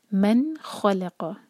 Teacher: من نون پر سکون ہے تو نون پر اظہار کریں گے، کلیئر پڑھیں گے اور ٹائم نہیں دیں گے